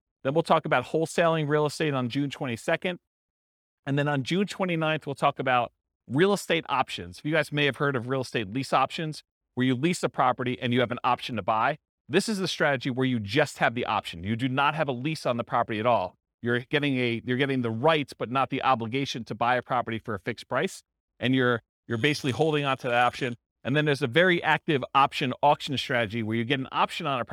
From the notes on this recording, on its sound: This was a live class recorded